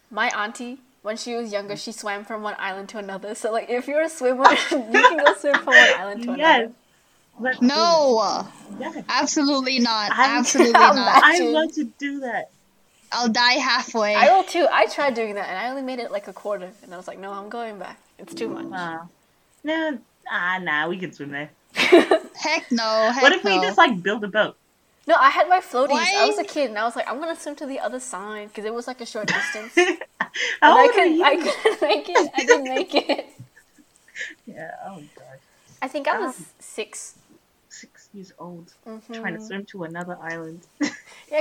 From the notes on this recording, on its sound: The audio in this episode may not be stellar.